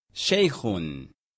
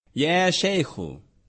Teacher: Read the following with correct endings. Note that the noun after ya will have no nunation, but only one dhamma · Shown in: second take